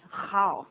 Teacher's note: 如果是用北京腔来念的话是 how,它有个擦音在那边